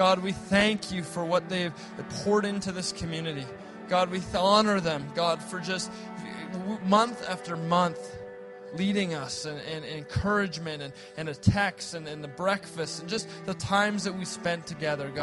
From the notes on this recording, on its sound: at Resurgence Edmonton on May 31, 2014